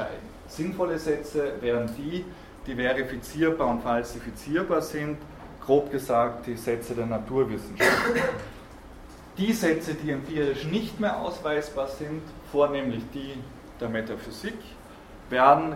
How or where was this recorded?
large echoing room